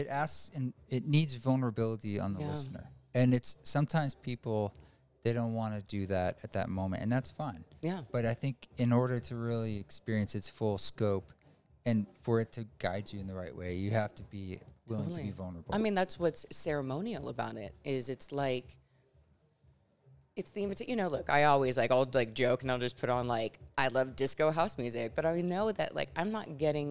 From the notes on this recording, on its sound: This abridged episode was recorded at DoubleBlind Magazine's first psychedelic festival Mycologia